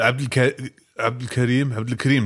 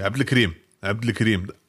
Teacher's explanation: marokkanisch-arabisch neigt dazu, Vokale zu verschlucken · Shown in: second take